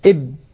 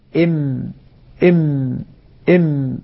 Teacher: الباء شديدة إب، بينما الميم إم إم إم جرى معها شيء من الصوت